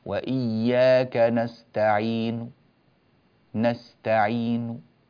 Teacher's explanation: ويجوز لنا الروم مع القصر: وإياك نستعين، نستعين. لاحظتم نون خفيفة جدا، يعني ضمة خفيفة، صوتها منخفض